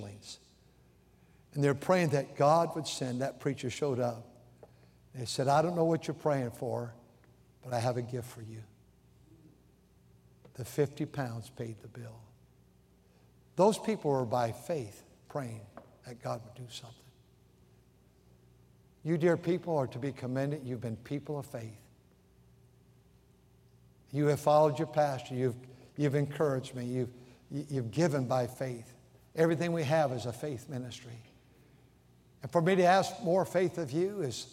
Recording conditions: large echoing room